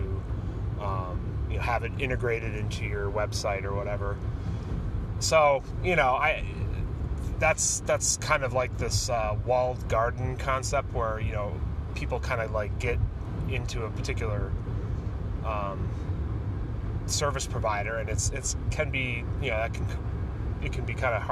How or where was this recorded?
inside a vehicle